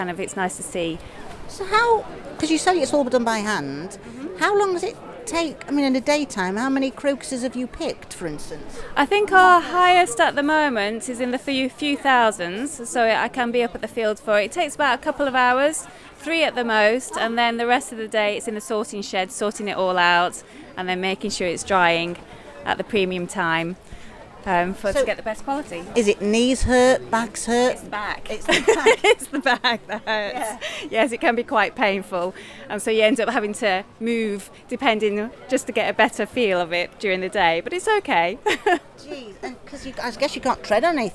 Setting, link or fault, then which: setting, busy venue